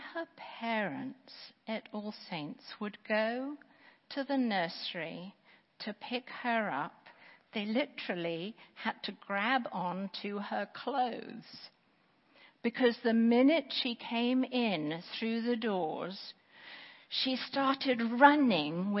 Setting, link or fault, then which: setting, large echoing room